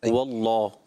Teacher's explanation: اس سے پہلے زبر آ رہا ہے ہو اللہ، تو یہ موٹا پڑھنا ہوتا ہے · Term: جلالت کا لام